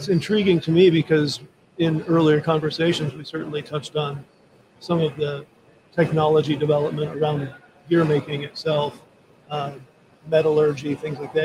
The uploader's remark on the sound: In the middle of the afternoon during our full day of livestreaming from the American Gear Manufacturers Association's Motion + Power Technology Expo at Huntington Place in Detroit.